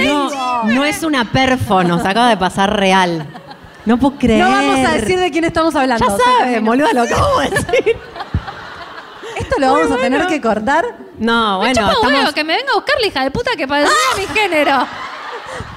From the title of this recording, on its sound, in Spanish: en vivo en Mar del Plata